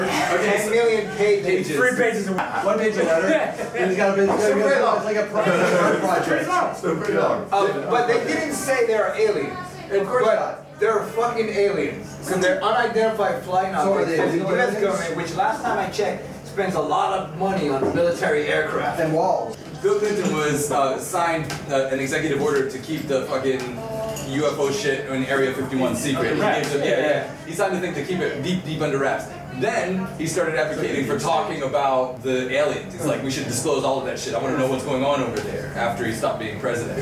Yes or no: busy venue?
yes